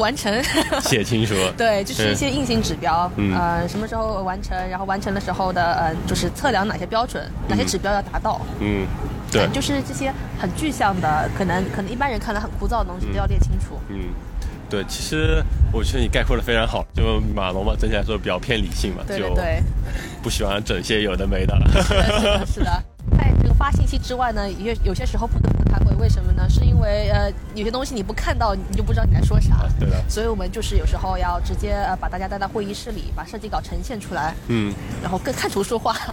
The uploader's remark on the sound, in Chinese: 户外录音，稍有杂音